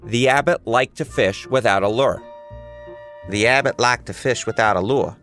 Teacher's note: his speech is non-rhotic, which means he doesn't pronounce his R's